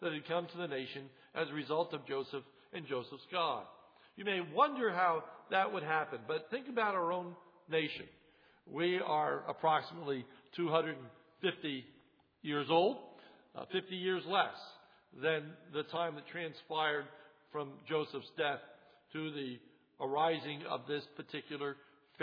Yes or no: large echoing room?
yes